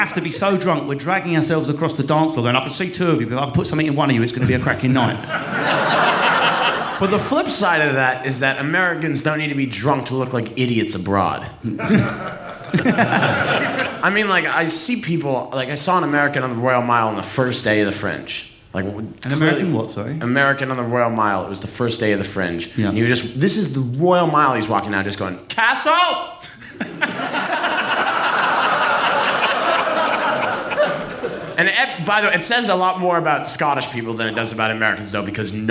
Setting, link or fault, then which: setting, busy venue